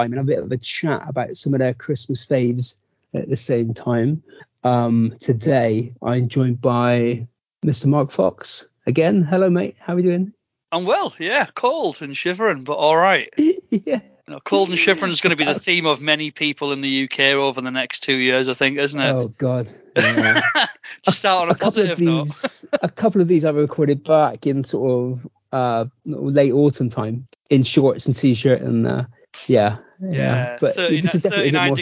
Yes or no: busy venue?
no